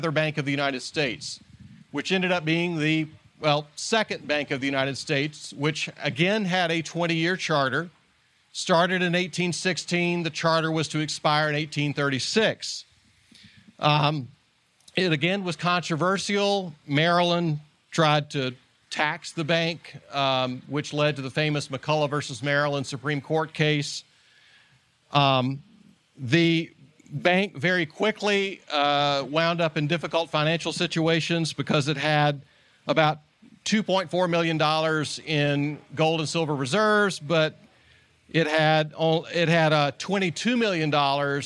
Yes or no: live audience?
yes